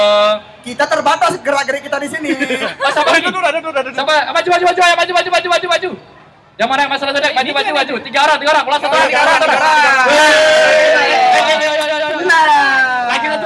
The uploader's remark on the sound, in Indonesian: Untuk pertama kalinya kita live podcast di Denpasar Festival.